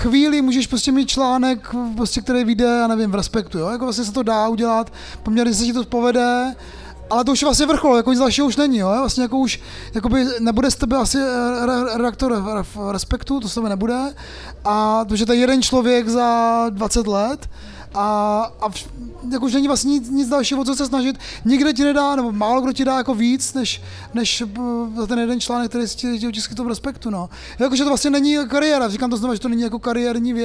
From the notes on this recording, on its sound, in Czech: Na pódiu ve festivalovém stanu